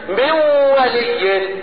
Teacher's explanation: نطقت الواو مشددة مع الغنة · Term: الادغام